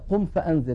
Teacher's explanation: يعني مثلا قم فأنذر، يا أيها المدثر، قم فأن ينتقل من مخرج الهمزة في كلمة أنذر إلى مخرج الذال وهو طرف اللسان مع أطراف الثنايا العليا · Term: الإخفاء